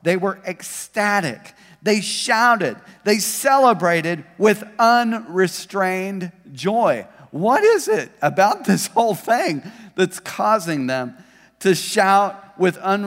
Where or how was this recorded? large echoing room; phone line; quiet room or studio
large echoing room